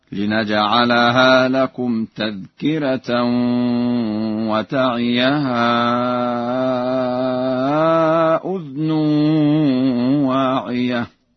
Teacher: قرأ ورش بإسكان الذال